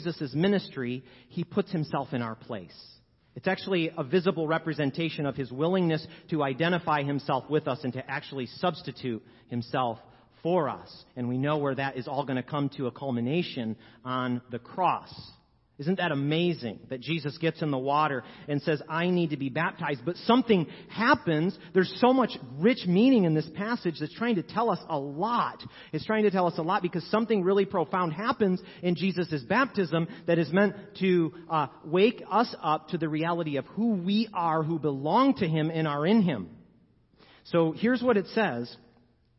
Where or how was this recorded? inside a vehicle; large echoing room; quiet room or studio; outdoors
large echoing room